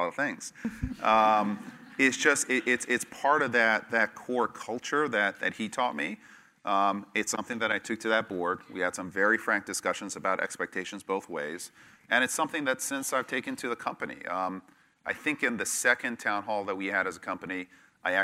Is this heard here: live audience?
yes